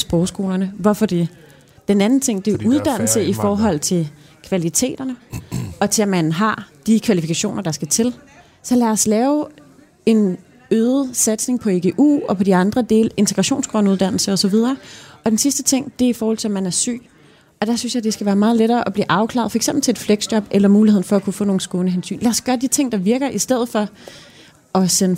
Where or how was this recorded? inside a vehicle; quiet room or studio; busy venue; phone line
busy venue